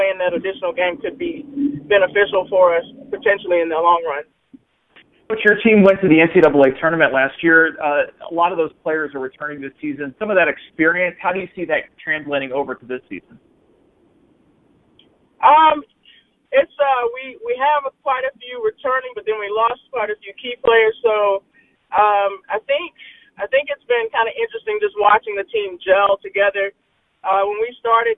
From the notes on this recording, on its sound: Previews the Big Ten Tournament on a media conference call.